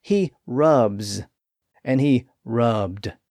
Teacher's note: Again, the pronunciations match the ending, but in this case, they're reversed. Since rub ends in a voiced B sound, the past tense suffix ends with a voiced D sound, rubbed. And in present tense, the suffix ends in a voiced Z sound, rubs.